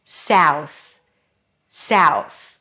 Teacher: Notice that the ow as a now starts with a front vowel.